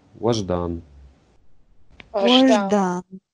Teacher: Значит, там э, после «ва» идет э, «ж», э, она такая немножко прибежащая, то есть она не, не совсем как русская «ж», она чуть-чуть «за» уходит